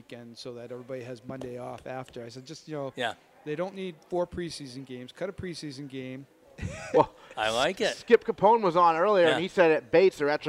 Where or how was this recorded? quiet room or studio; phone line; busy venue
busy venue